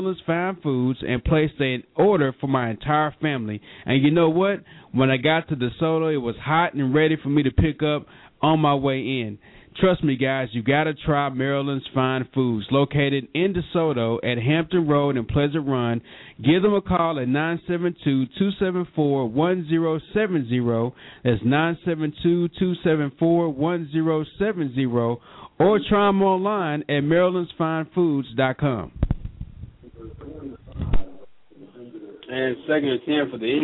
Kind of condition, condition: setting, busy venue